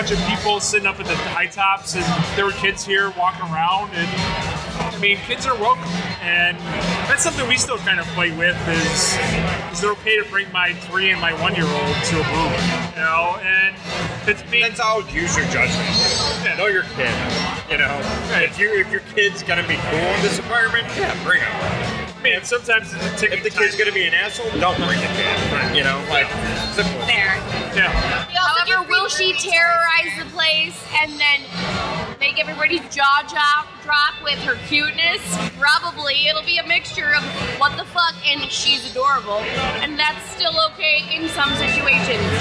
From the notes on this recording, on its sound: while we recorded during the party